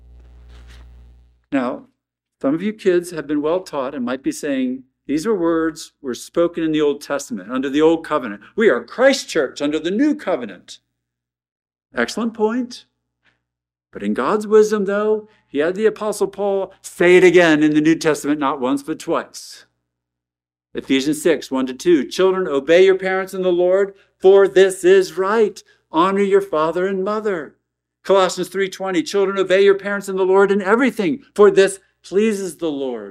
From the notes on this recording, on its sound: at Arlington Baptist Church in Arlington, Virginia